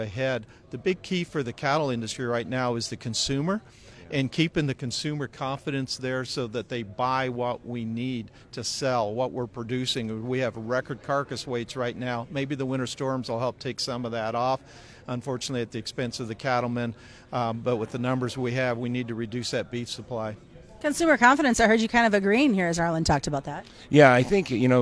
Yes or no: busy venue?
yes